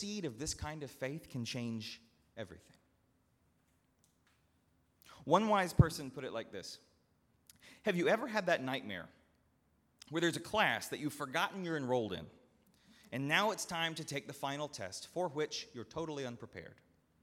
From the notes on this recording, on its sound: At Northminster Church on October 6, 2019.